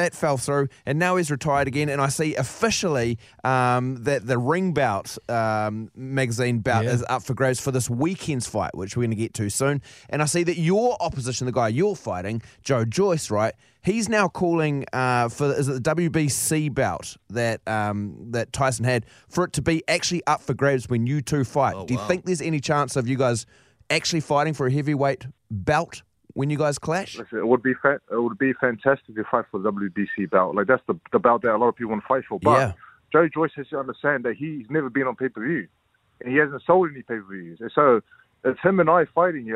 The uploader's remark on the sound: We are joined on the phone.